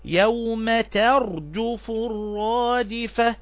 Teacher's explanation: التاء مرقق لكن الراء مفخمة لأنها سبقت بفتح وهي ساكنة